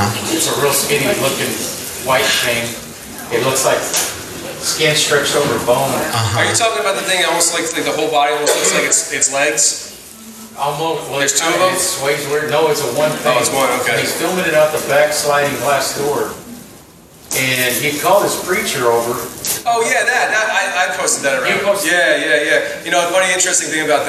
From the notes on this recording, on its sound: LIVE In Houston, TX. We went to Houston for our first live show and here is the audio from it!